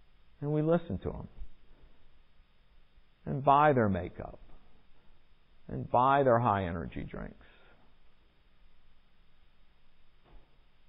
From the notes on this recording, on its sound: Recorded in the MPPC sanctuary on Sunday, November 21, 2021.